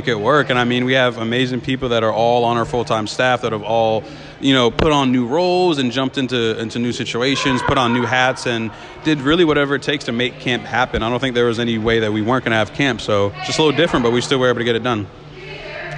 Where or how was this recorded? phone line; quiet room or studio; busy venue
busy venue